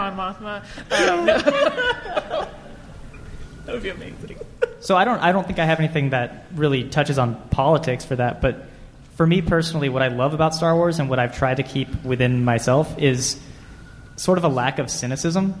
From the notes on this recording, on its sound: Recorded at Salt Lake Comic Con. Took questions from the audience.